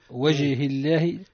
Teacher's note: ترقيق اسم الجلالة لأن مسبوقة بكسر. أي رققنا اسم الجلالة لأنه سبق بكسر.